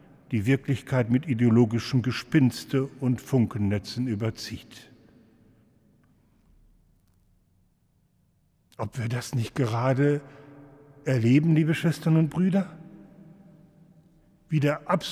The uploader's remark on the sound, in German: Im Hildesheimer Dom.